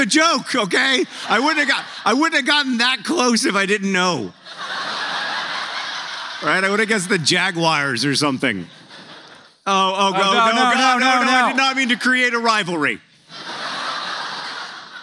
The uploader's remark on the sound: Live in Atlanta, GA!